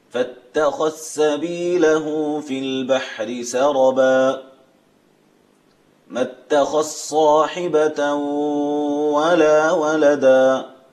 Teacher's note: إدغام الذال في السين والصاد